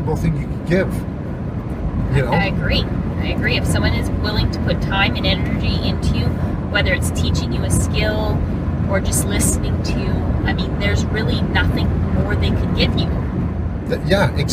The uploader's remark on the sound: The Driving Episode